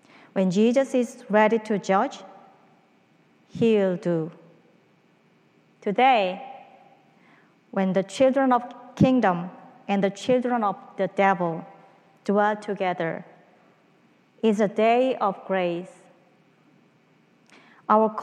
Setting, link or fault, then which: setting, large echoing room